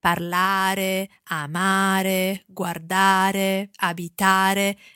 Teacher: Are verbs are normally stressed on the ending of the infinitive.